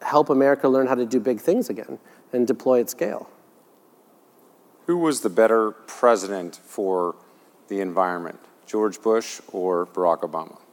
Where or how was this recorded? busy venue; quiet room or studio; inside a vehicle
busy venue